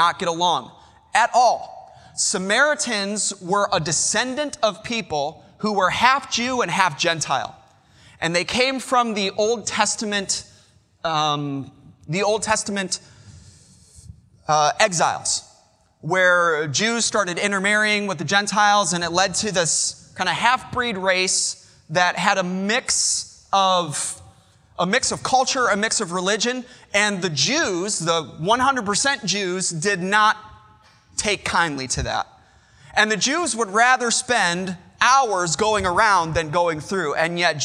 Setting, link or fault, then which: setting, large echoing room